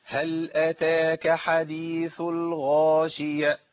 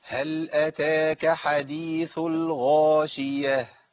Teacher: الهاء يا عم الشيخ بيجري فيها الصوت والنفس · Shown in: second take · ابدلت الهاء بهمزه ليه؟ لان قطعت صوت ونفس